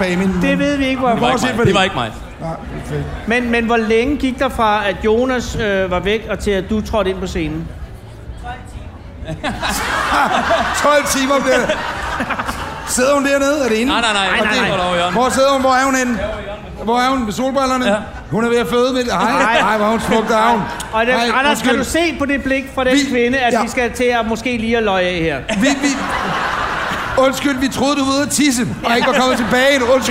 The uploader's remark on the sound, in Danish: Optaget foran 80.000 feststemte mennesker på Smukfest i Skanderborg.